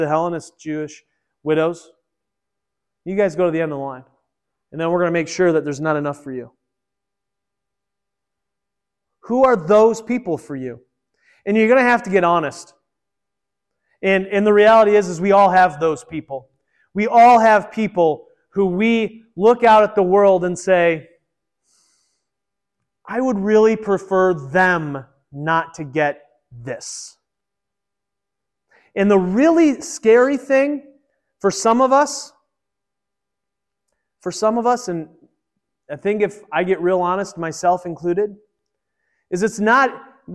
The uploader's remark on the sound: Originally recorded at Peace Presbyterian Church in Flint, MI.